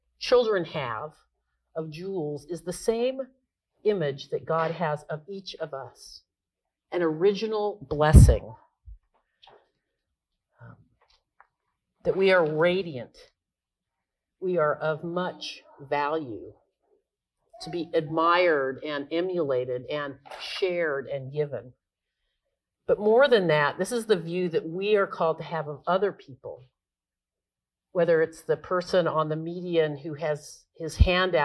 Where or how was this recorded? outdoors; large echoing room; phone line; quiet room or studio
large echoing room